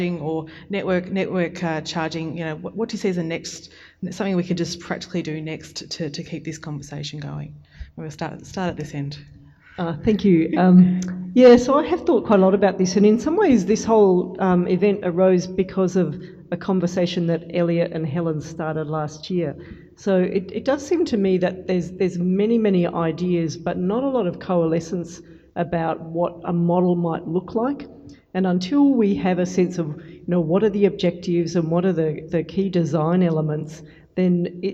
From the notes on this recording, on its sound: Event podcast: in this Policy Pitch event, a panel of transport and infrastructure experts explored.